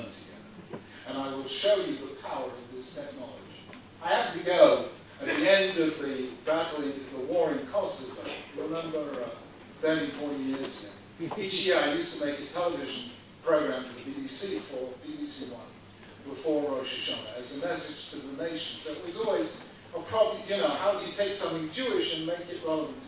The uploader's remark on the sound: Here is a recording of a shiur delivered. At the Bet Knesset Feigenson in Beit Shemesh, Israel.